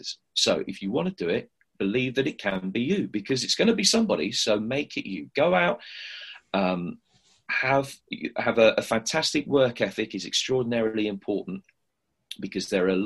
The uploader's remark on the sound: via a sometimes temperamental Zoom call